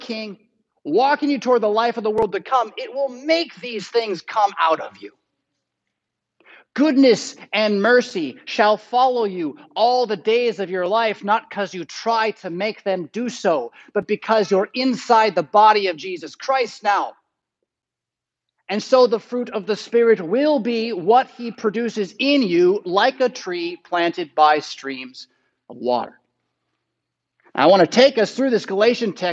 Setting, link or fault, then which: setting, large echoing room